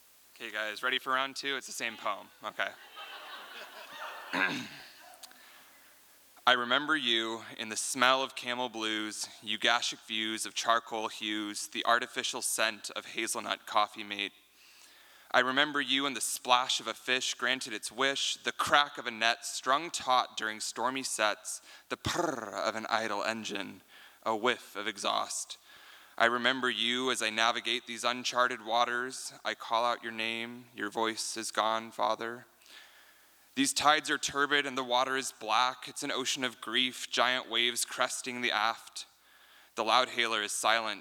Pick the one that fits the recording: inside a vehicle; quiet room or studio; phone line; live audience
live audience